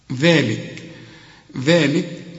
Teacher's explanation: طلع لسانك والمد طبيعي ورسم لك الألف بعد الذال عشان تقول ذلك.